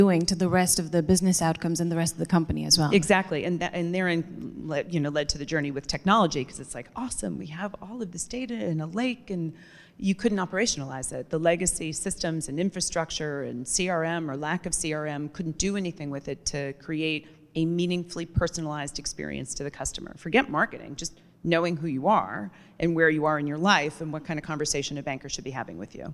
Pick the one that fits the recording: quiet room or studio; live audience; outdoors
live audience